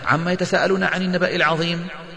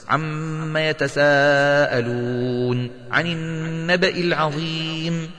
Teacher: تغن الميم وتمد المد الواجب المتصل · Shown in: second take